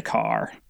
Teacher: Northern Irish would say car, really strong R at the end